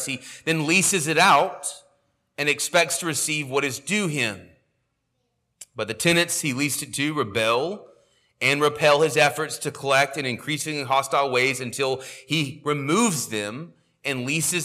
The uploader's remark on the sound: sermon audio from our morning service